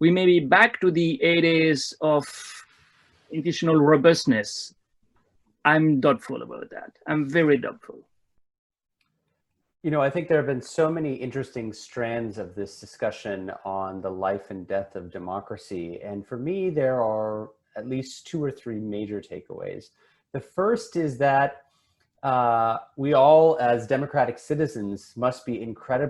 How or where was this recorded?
video call